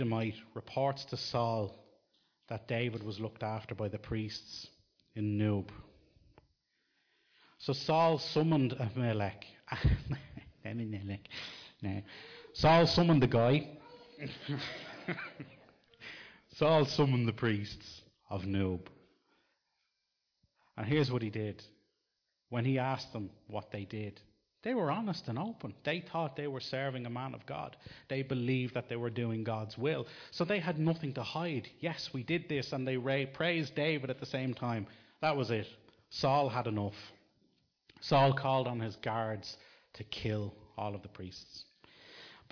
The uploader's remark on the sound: Recorded live in Liberty Church.